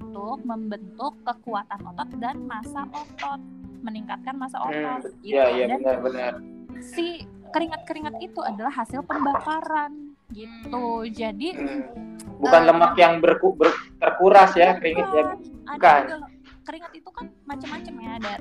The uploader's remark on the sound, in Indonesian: maafkan soundnya yah aga noisy